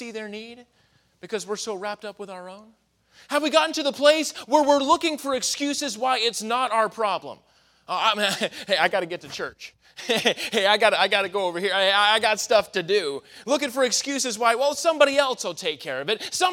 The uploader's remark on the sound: in the Sunday Evening Service on May 7, 2023, at Victory Baptist Church in Boonsboro, Maryland